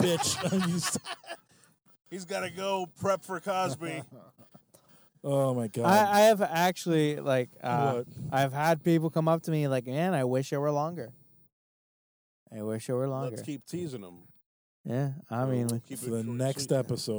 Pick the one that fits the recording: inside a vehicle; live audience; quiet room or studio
inside a vehicle